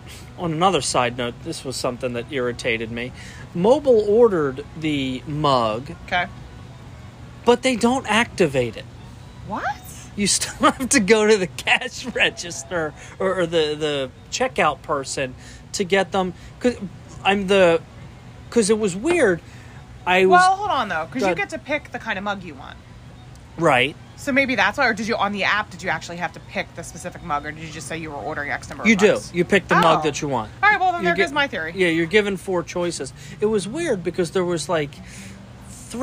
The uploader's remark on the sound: we do a walk and talk at Disney’s Wilderness Lodge